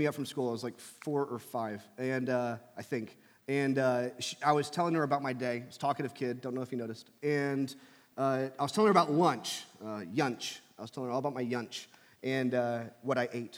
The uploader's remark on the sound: from our Thrive service in Asbury Hall